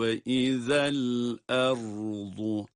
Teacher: Burada cezimli lamın okunuşunda hareke vermiyoruz.